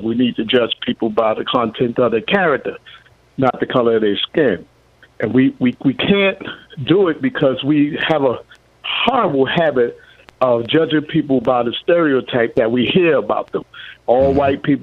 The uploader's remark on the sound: Listeners call